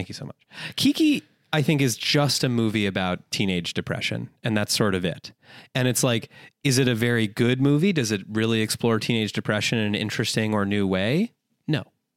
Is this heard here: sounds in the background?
no